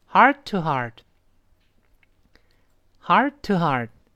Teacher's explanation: 第一个 heart，后面那个 t，失去爆破